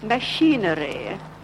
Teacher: with her second finger on the nose, she gets the nasal sounds, the M and N sounds, like machinery.